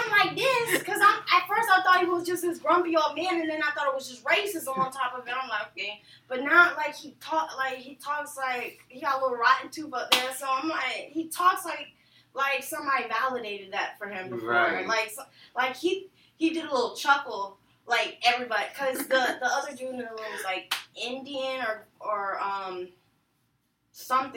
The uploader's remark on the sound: Plsss don't mind the audio change <3 we are going through a transition and are trying new software out. Please bare with us as we make new adjustments.